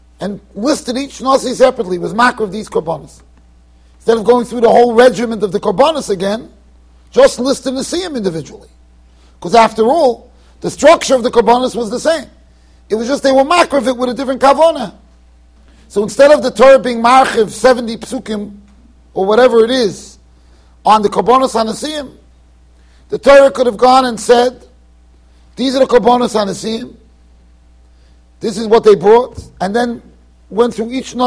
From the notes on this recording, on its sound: Shiur recorded in Yeshivas Ohr Reuven, Monsey NY.